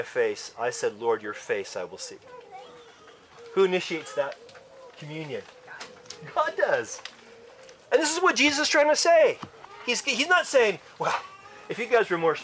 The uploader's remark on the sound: Church camp recording in the great outdoors! Church Camp 2023.